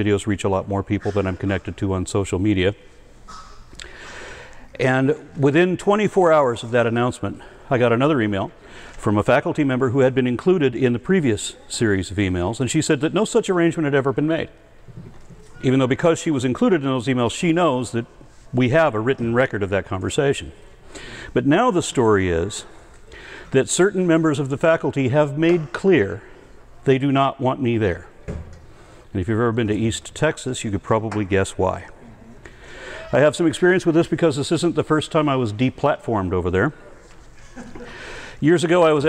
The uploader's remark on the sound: Recorded at the Clovis California Veterans Memorial District Hall, at the 10th Annual Heretic’s Barbecue